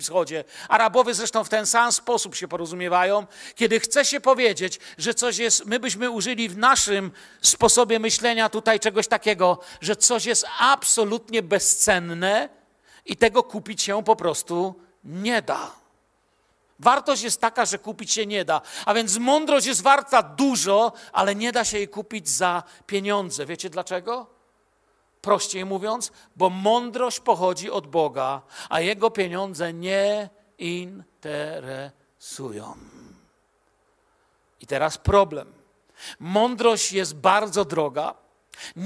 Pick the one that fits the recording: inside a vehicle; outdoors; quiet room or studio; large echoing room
large echoing room